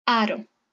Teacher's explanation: La R se pronuncia suave cuando está entre dos vocales · Term: R suave